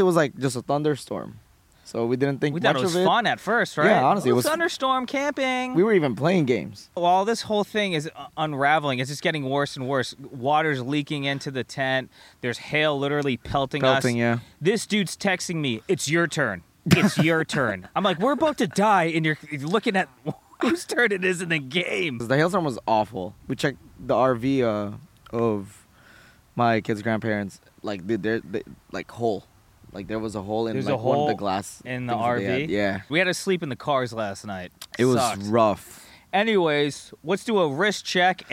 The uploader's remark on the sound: Decide to go camping. While getting caught in a hailstorm the evening. Surviving a hailstorm in a tent. In the middle of a the storm.